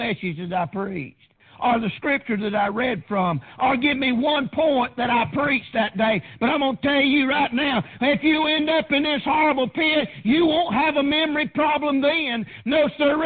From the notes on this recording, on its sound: Preached on June 30th 2019 at Prayer Baptist Church